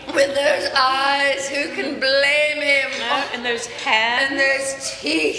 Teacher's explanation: some of the words, like the syllables, get drawn out, like the way you say eyes, blame, even teeth